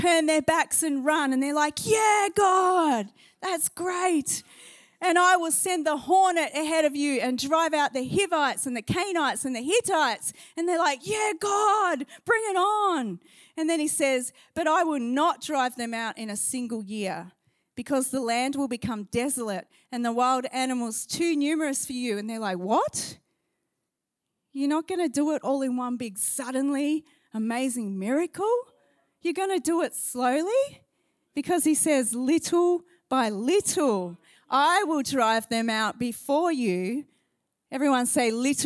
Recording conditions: large echoing room